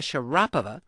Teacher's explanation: the name is correctly pronounced in Russian with the accent on the second syllable